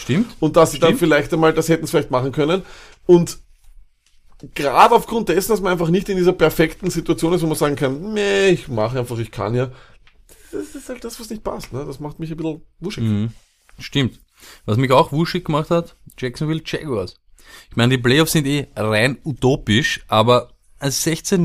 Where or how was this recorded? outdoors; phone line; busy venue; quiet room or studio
quiet room or studio